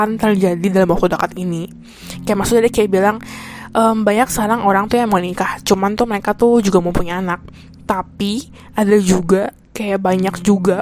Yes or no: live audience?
no